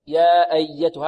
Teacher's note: والهمزة بدون لكز، يا أيتها، هكذا سهلة